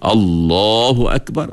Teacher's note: Kerana sebelum Allah baris di atas, lam kena tebal.